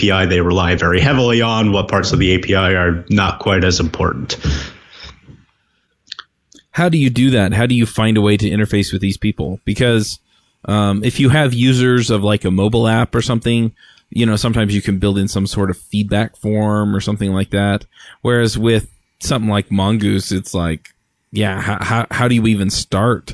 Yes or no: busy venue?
no